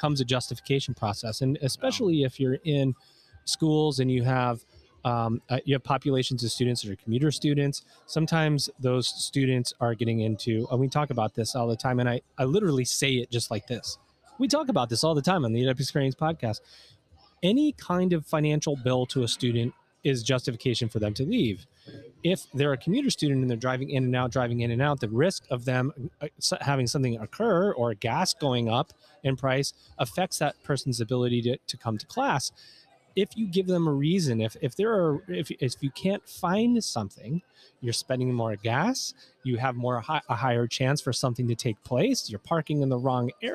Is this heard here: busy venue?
yes